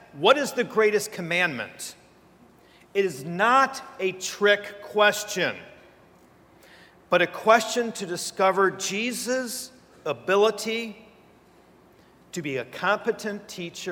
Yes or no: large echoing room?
yes